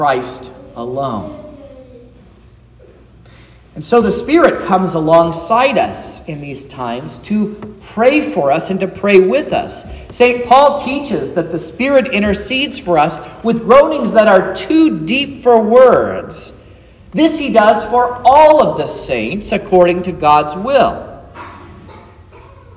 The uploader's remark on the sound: This is the sermon preached at Trinity Lutheran Church in Vallonia, Indiana, on Sunday, September 24th, 2023, which was the 16th Sunday after Trinity.